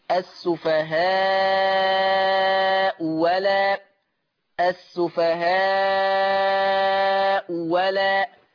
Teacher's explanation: لو أنا وصلت السفهاء بألا، واخدين بالكم من الهمزة بتاعت السفهاء مضمومة، طب والهمزة اللي بعد منها مفتوح، ورش يبدل الثانية واو مفتوح · Term: الابدال